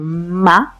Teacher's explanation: son bilabiales, usamos nada más los labios